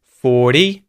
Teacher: In the Australian accent, the R isn't pronounced if there's a consonant after it. 40, two vowel sounds either side of the T, so T flap.